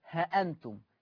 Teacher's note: قرأ ورش عن نافع اللفظ السابق أولا بحذف الألف هكذا ها أنتم من غير ألف.